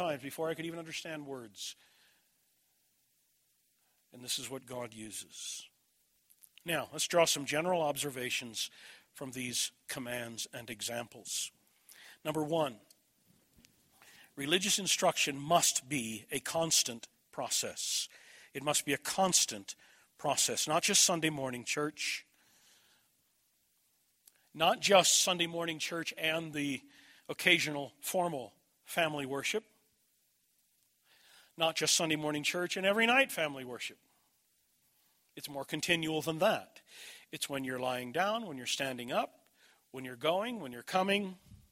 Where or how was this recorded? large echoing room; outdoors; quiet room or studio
large echoing room